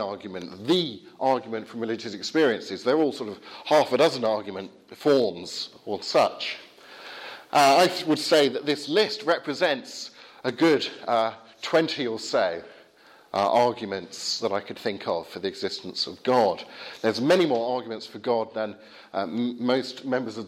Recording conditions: large echoing room